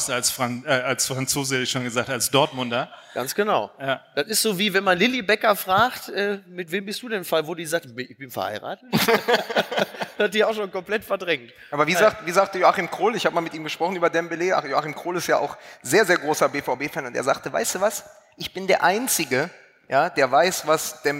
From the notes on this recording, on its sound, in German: Bei der OMR Podcast-Nacht in der Elbphilharmonie - Folge 14 von FUSSBALL MML - Der Sky Podcast LIVE.